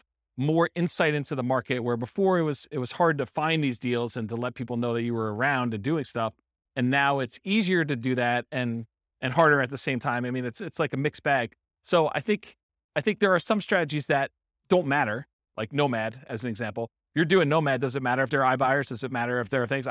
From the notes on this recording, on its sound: This was a live class recorded